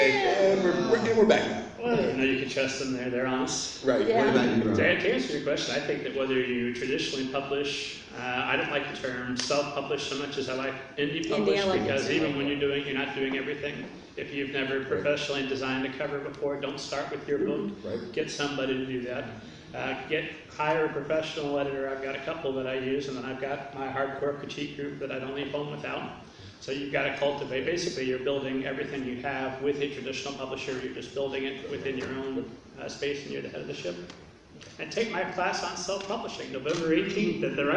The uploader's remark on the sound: during the Genre Writing Panel at the Indy Author Fair held Saturday, October 14, 2017 at Central Library in Indianapolis